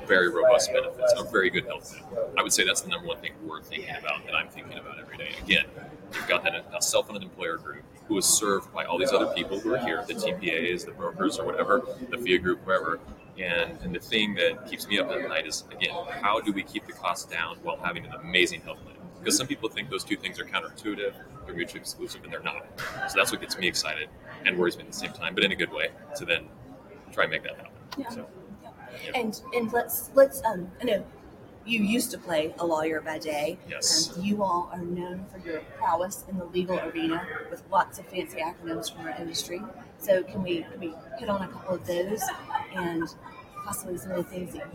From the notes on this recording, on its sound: LIVE from Engage. Live at the SIIA 2022 Engage Conference.